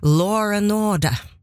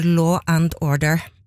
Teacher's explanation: man har begynt å putte på sånn R, også på ord, slutten av ord som ikke i utgangspunktet har R i seg · Shown in: first take · Term: linking R